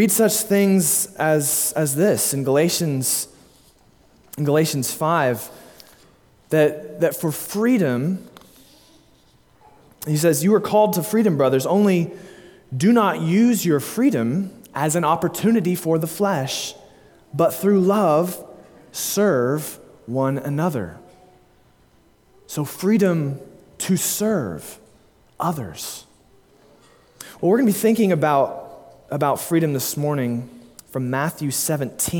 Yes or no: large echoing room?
yes